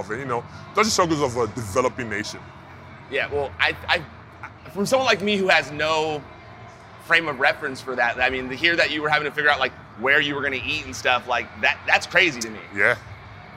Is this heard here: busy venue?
yes